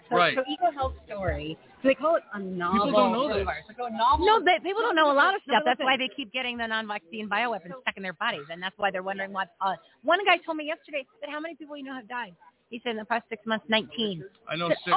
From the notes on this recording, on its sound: LIVE FROM REAWAKEN TOUR IN PHOENIX.